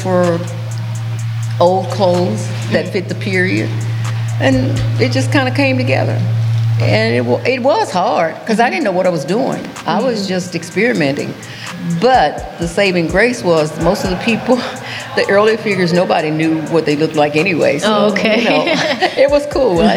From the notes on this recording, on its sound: Recorded April 15, 2023, on site at The Griot Museum during COUNTERPUBLIC opening activities.